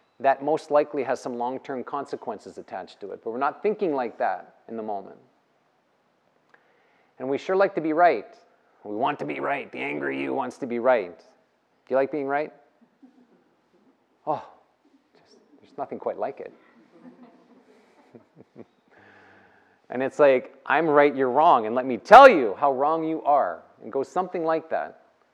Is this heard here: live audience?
yes